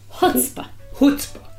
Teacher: in America, the accent's on the first syllable.